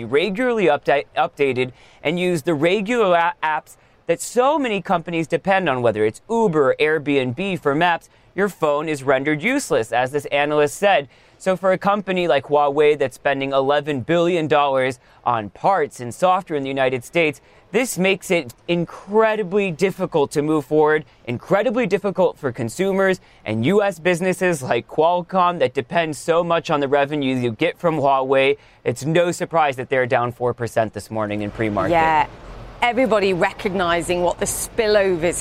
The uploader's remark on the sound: live from the New York Stock Exchange